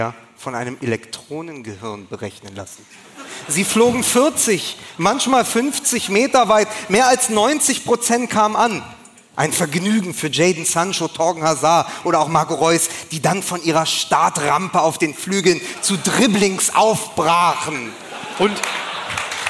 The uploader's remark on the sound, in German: Und am Ende stehen drei Typen auf der Bühne und können ihr Glück kaum fassen. Wir waren in Hamburg, vor Publikum und durften endlich in jene Gesichter schauen, die uns sonst nur vom Hören kennen.